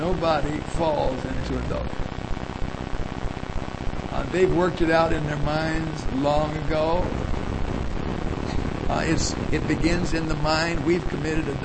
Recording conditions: poor sound quality